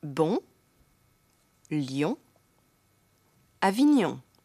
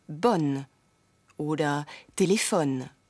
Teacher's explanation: Heute sehen wir uns den Nasallaut on an. On kommt zum Beispiel vor in Bon, Lyon, Avignon. Im Gegensatz dazu das rein orale O, wie in bonne oder Telefon.